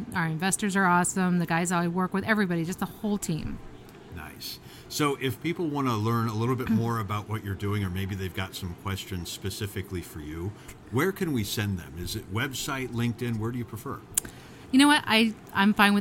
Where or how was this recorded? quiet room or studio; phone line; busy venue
busy venue